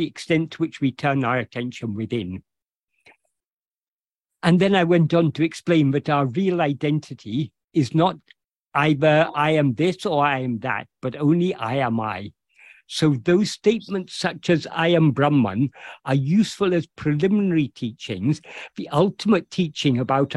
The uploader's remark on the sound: In a Zoom meeting with Ramana Kendra, Delhi, on 9th July 2023